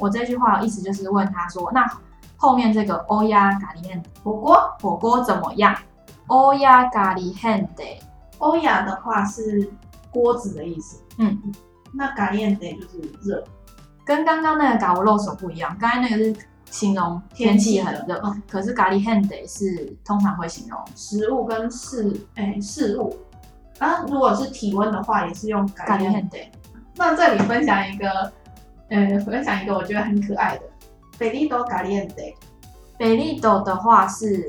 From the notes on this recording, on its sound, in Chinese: 此集錄製回音較重，敬請大家見諒